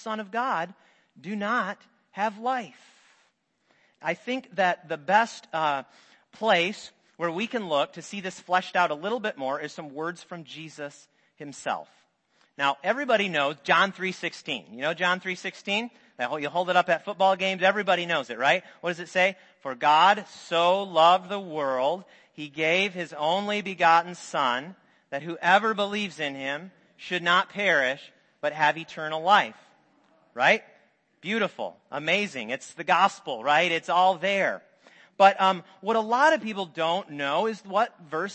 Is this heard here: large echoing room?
yes